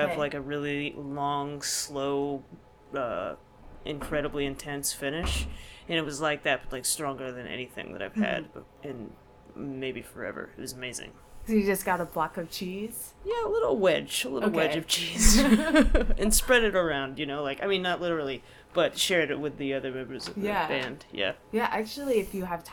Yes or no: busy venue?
yes